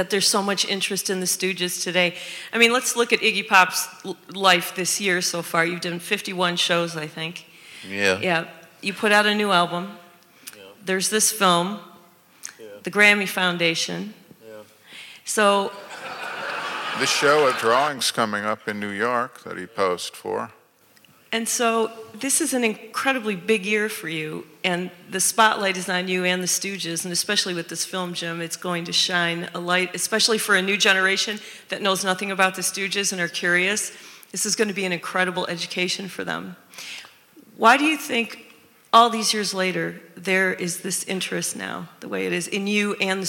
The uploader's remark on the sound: in front of an audience